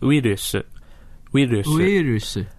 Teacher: obviously they don't have a V sound in Japanese. They use a B.